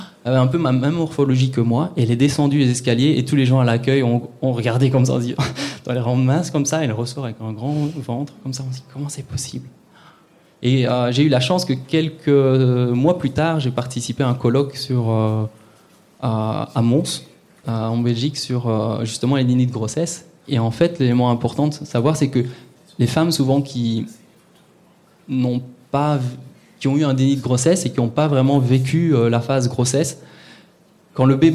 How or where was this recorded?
live audience